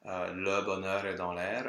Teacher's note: le bonheur est dans l'air, all these vowels have in common the open e, or an open shape